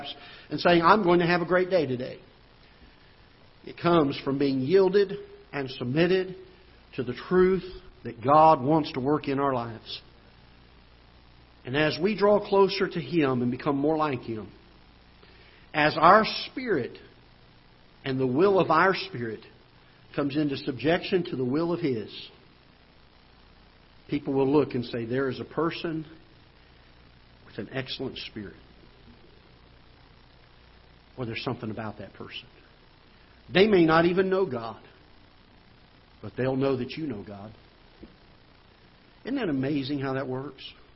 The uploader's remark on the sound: Ketha Heights Baptist Church ~ Live Broadcast